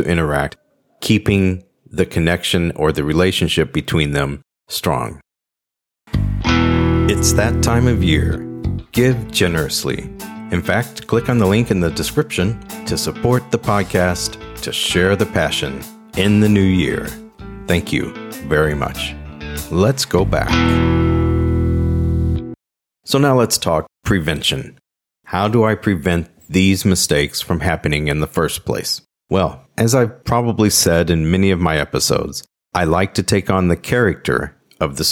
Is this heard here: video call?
no